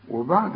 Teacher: إذا وقفت على بعد قلقلة الدال